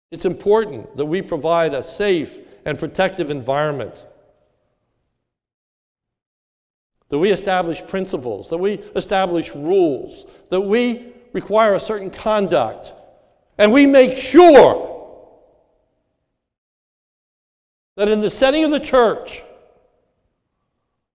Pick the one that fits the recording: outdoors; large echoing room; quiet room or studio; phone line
large echoing room